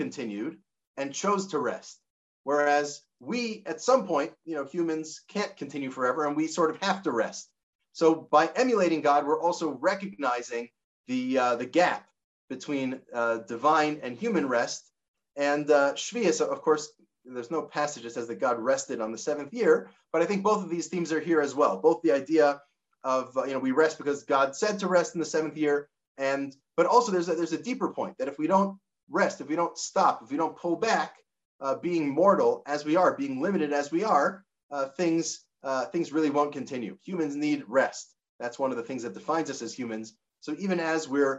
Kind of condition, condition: link, video call